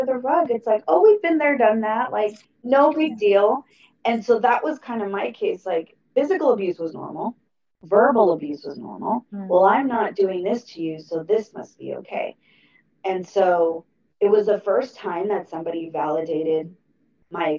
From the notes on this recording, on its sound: Unfortunately, the audio is poor